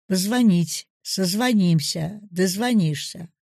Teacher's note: Звонить, ударение на «и», звонишь.